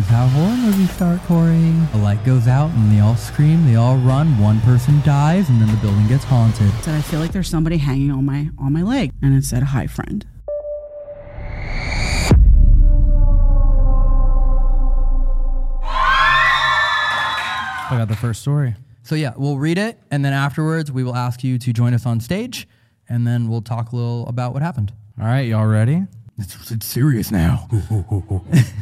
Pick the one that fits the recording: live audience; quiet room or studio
live audience